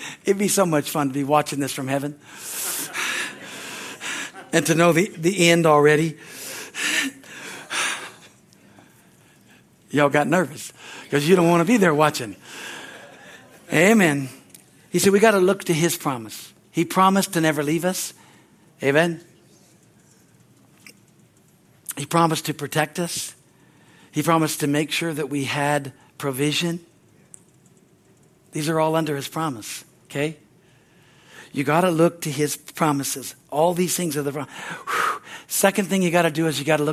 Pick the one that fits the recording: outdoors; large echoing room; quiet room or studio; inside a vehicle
large echoing room